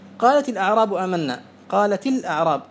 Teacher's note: فتكسر تاء التأنيث الساكنة للتخلص من التقاء الساكنين